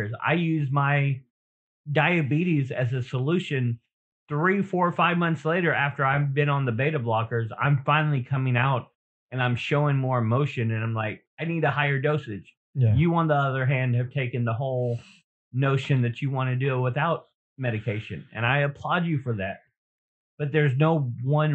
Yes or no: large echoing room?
no